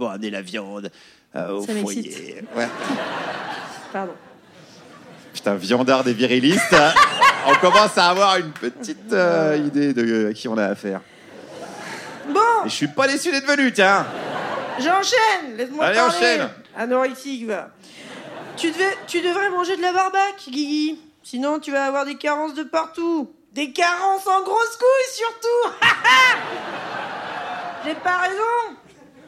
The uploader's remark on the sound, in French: Captation réalisée au Cabaret Sauvage.